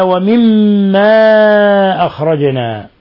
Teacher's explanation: قوله تعالى ومما أخرجنا حرف غنة مشدد لأن لتشديد الميم الميم المشددة هذا حرف غنة مشدد يغن مقدار حركتين